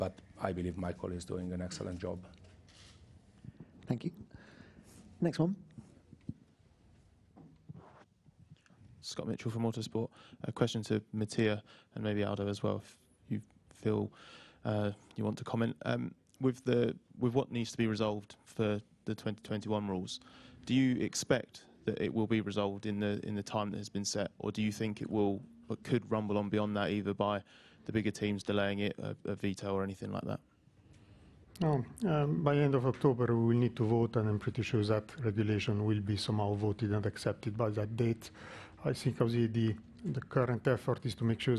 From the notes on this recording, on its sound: Friday Team Principals Press Conference.